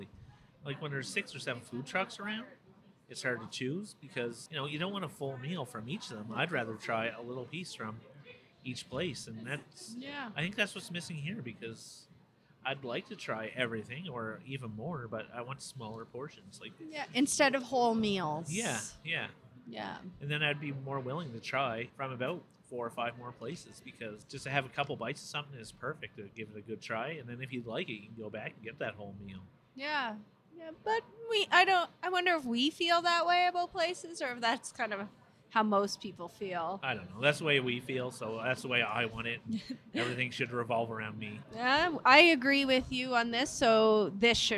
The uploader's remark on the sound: This week we are on location at Avenida Food Hall.